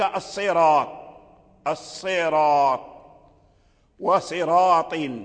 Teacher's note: فالصراط ورش يقرأها بالتفخيم كسائر القراء، لأن بعد الراء طاء، الطاء من حروف الاستعلاء الصراط، والصاد الأولى مكسورة، ولكن الذي أوجب التفخيم هو الطاء الذي وقع بعد الراء، لهذا معنى كلام نظيم.